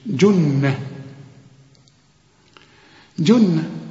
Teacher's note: الجيم هنا معطشة ومضمومة